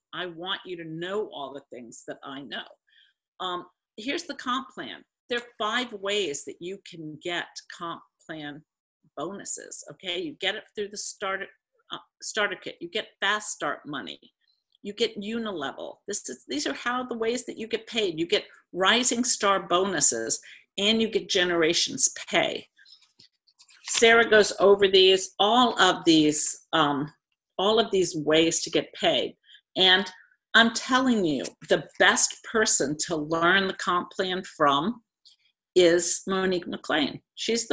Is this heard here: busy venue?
no